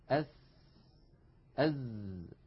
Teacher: ونلاحظ بأن مؤخرة اللسان غير مستعلية لأن السين والزاي حرفان منفتحان ومستفيلان. المنطقة الزرقاء اللون من اللسان الغامقة تمثل المنطقة التي يقرع فيها رأس اللسان ومنتهى طرفه، منطقة الأسنان السفلى، ولا شك أن للأسنان العليا مشاركة في إخراج الصوت بدون تلامس، بدون تلامس.